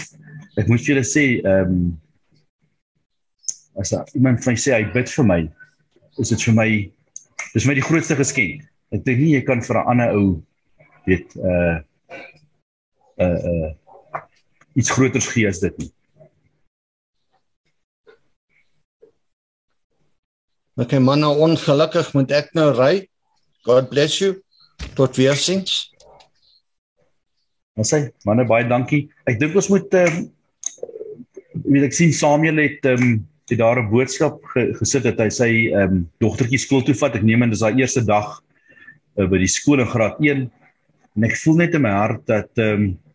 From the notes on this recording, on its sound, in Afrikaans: Manne van die Woord Digitaal Zoom Byeenkoms 20 Januarie 2022